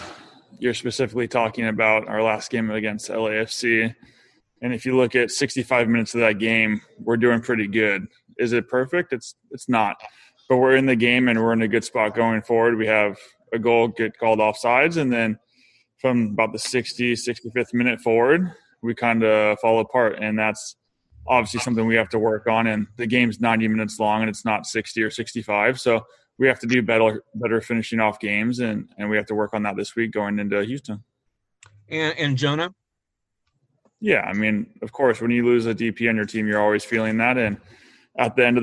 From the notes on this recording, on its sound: LA Galaxy Press Conference